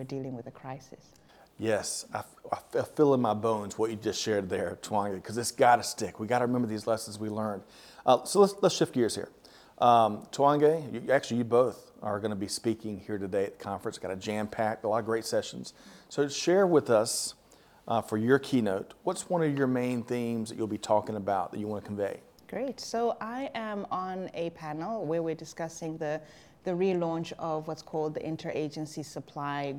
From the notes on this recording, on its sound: Reporting from the annual SAPICS Conference in Cape Town, South Africa, learning from the supply chain professionals in attendance.